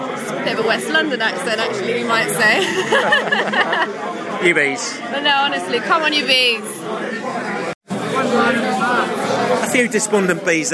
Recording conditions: busy venue